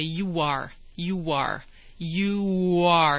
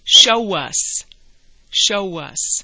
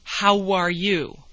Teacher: here are some phrases where there's a little W sound between the two words